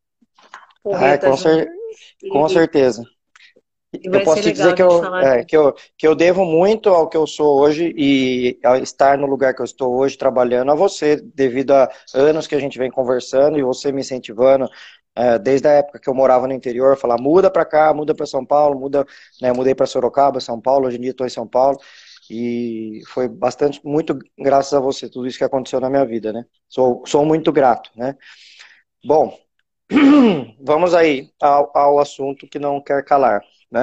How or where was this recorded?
video call